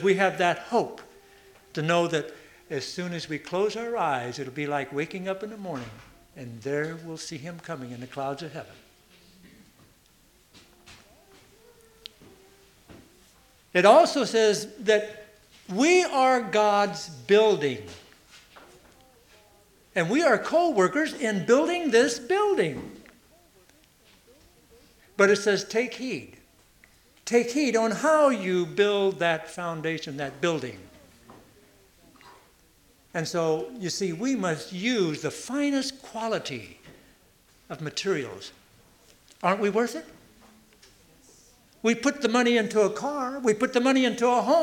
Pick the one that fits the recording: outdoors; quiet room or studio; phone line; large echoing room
large echoing room